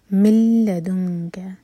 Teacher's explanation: مل لدنک، مل ادغام بغیر غنہ کے ساتھ، تو نون کی آواز بالکل نہیں آئے گی، مین کو ڈائریکٹلی لام سے جوڑیں گے.